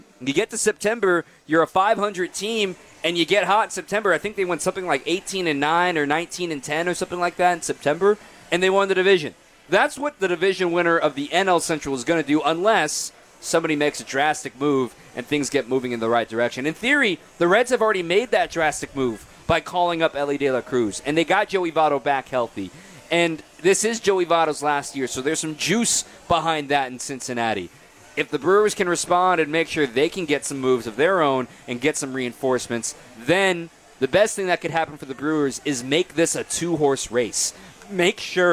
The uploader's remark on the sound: Live From Summerfest